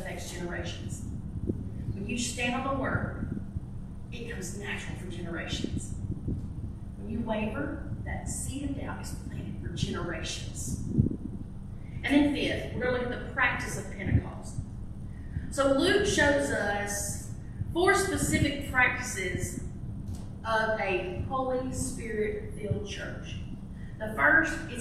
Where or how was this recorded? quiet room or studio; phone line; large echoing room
large echoing room